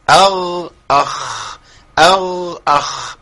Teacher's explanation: الغين والخاء في مخرج واحد. ادنى الحلق.